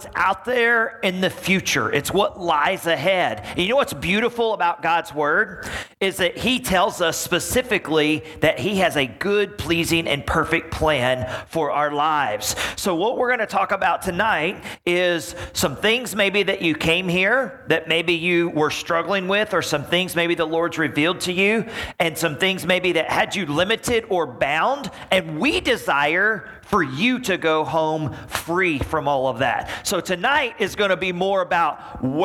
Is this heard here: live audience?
yes